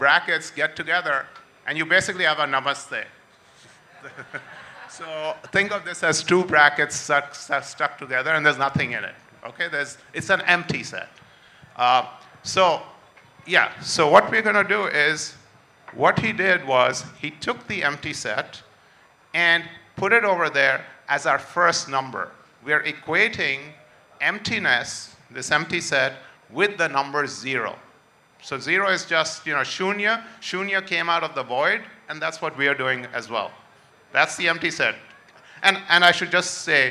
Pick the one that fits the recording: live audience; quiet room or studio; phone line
live audience